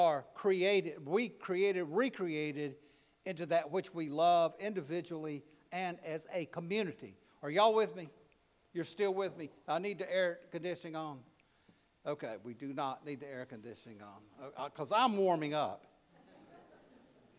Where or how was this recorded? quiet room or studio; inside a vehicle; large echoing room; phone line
large echoing room